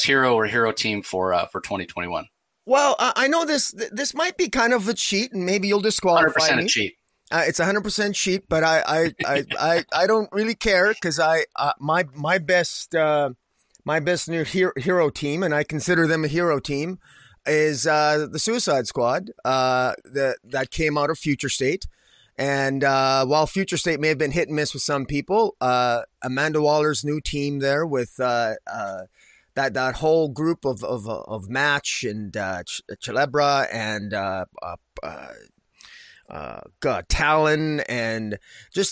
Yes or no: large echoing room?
no